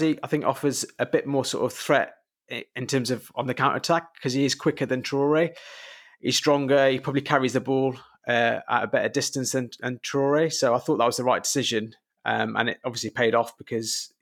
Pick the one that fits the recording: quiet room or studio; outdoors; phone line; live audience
quiet room or studio